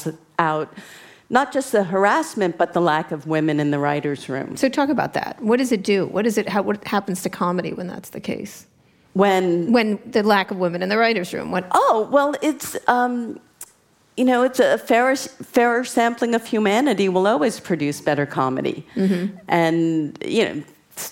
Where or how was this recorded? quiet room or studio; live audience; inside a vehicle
live audience